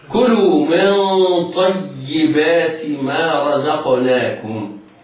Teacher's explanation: وأنزلنا عليكم المن والسلوى كلوا من طيبات، من طيبات نون ساكنة بعدها طاء، النون حكمها الترقيق والطاء حكمها التفخيم، ولكننا هنا أخفينا النون إخفاء حقيقيا لدخولها على الطاء. نون ساكنة حكمها الإخفاء لوقوع الطاء بعدها، وهنا الهنة تتبع الباء بعدها تفخيما، فننطق بميم مرققة بعدها هنة مفخمة مراعاة وإتباعا لتفخيم الطاء.